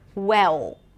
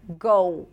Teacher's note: Brazilian Portuguese speakers are likely to pronounce something closer to an OO sound at the end of words. So instead of well, you'll hear well.